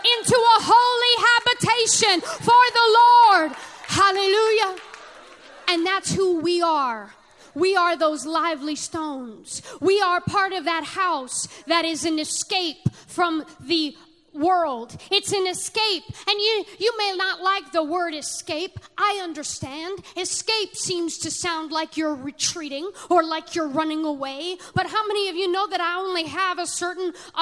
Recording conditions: large echoing room